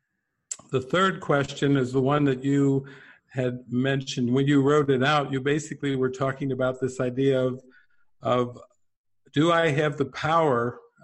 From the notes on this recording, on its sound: Q&A session from the "Prayer—The Medium of Miracles" online retreat